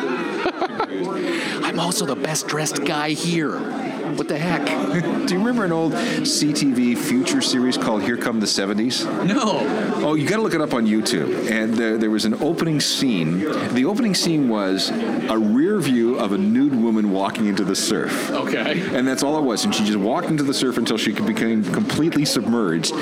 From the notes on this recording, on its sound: We’re live on location at the Toronto Downtown Record Show